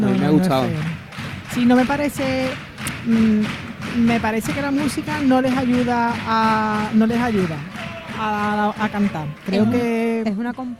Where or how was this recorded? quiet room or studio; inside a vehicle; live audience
live audience